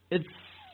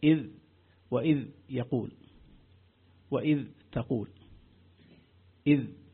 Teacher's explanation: حصل أننا نطقنا بدل الذال ثاء · Shown in: first take